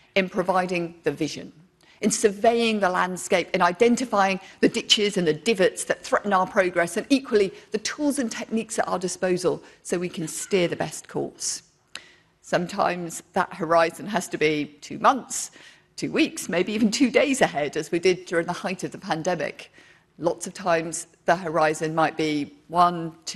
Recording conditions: live audience